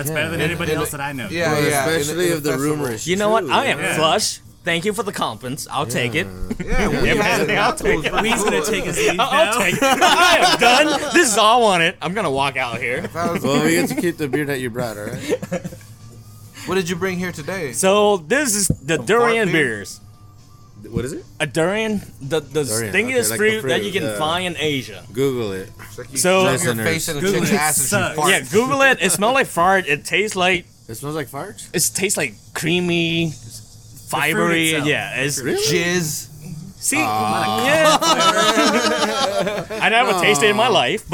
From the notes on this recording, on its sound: we sit down in the beer garden at the Alvarado Street production facility